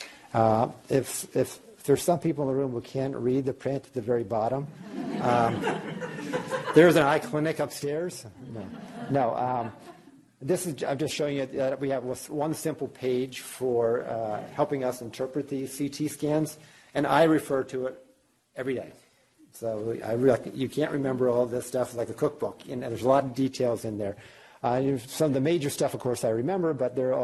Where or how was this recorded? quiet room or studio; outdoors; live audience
live audience